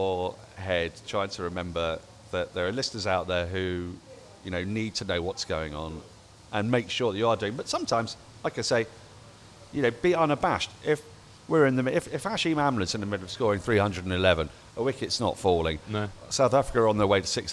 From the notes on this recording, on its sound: Recorded live from The Wheatsheaf Pub - Tooting.